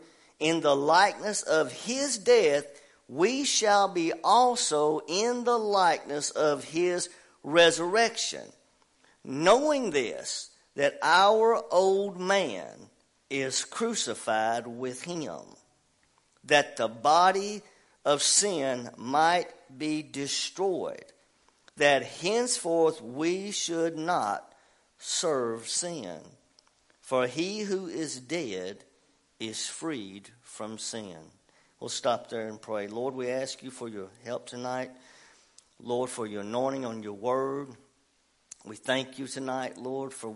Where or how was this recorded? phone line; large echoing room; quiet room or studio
large echoing room